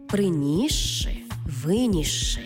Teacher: С плюс ши утворюється подовжений звук ши. Це слова, наприклад, приніс ши та виніс ши, де си і ши читаємо як подовжений звук ши.